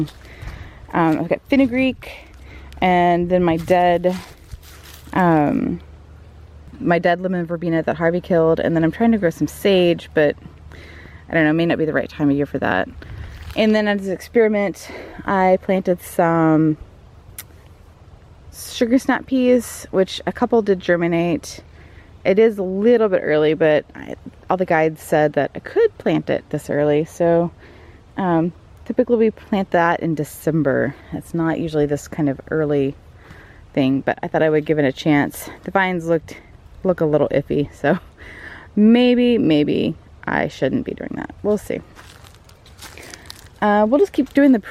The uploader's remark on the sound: This is the first in a series of solo episodes for late fall/early winter. I recorded an audio tour of the the edible garden! There’s a chorus of crows to add some ambiance throughout the show!